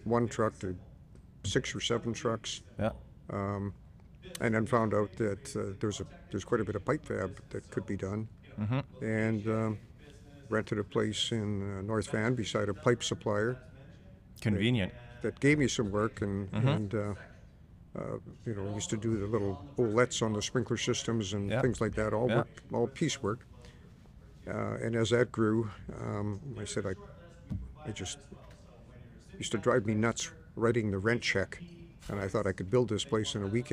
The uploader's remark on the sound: This episode was recorded in December at a MIRA event held at UA Local 170's Hall. The HALL PODCAST studio was recreated in the hall for guests to join.